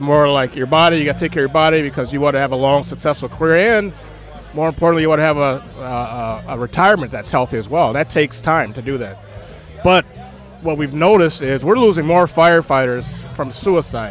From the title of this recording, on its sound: Live from LaborFest 2023